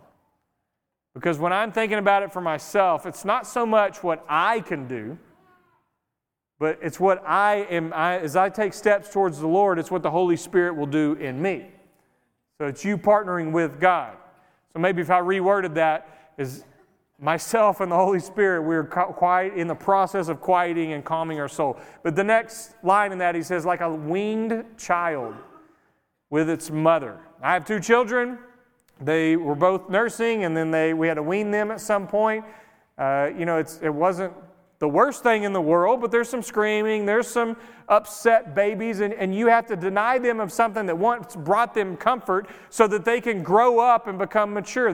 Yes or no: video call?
no